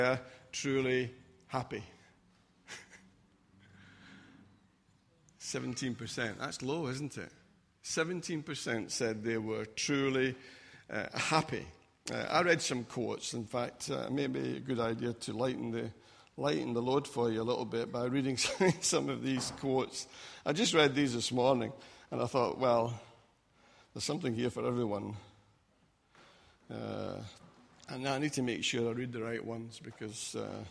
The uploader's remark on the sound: Recorded at freedomcentre church, Preston.